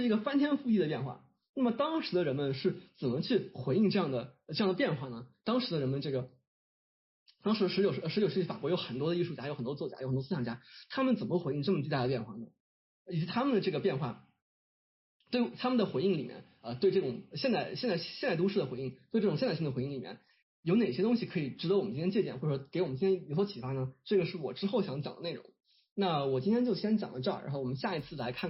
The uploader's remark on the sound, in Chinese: 这是一次线上讲座的录音（不包含提问交流部分）。